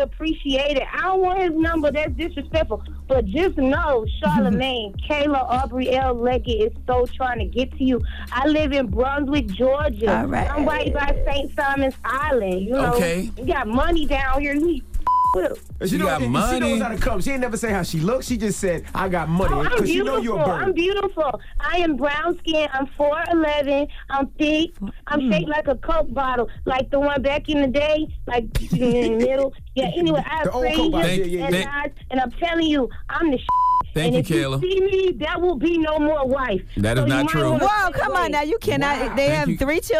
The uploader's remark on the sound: we opened up the phone lines afterwards to see what our listeners thought about it.